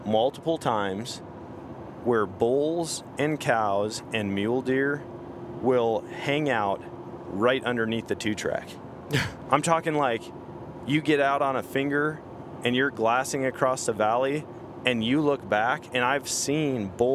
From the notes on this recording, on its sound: record a podcast while they are on the road to elk camp